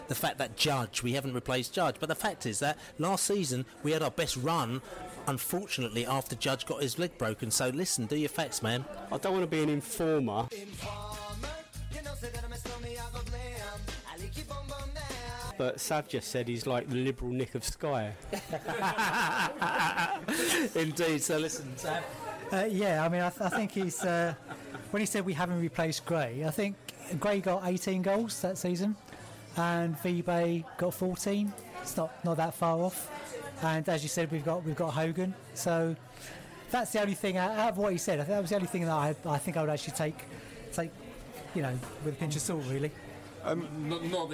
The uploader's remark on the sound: Huddersfield pre-match podcast from the pub. It was time to gather once again in a pub in West London - this time The Plough in Northfields with a backdrop of live jazz - to shoot the breeze.